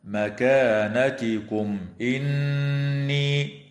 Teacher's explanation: وتظهر الميم الساكنة عند الهمزة في قوله تعالى مكانتكم إني، ويسمى إظهارا شفويا